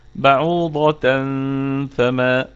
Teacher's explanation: تمام، نقف عليها بالسكون المحض، بعوضة. أما وصلا في التنوين أتى بعده حرف الفاء، فحكمه الإخفاء حقيقي بغنة